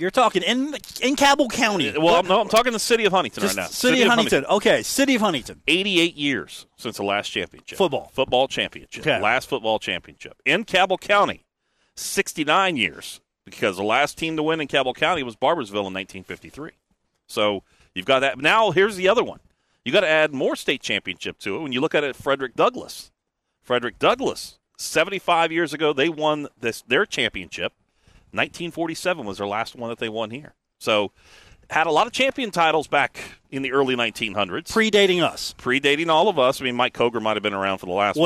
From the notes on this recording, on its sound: broadcasts live from Pullman Square in Huntington